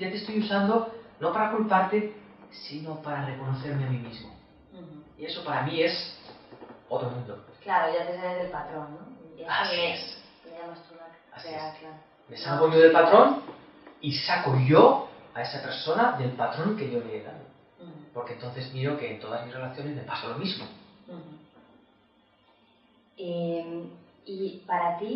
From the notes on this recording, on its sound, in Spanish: Desafortunadamente el audio y la imagen de la entrevista no son de gran calidad.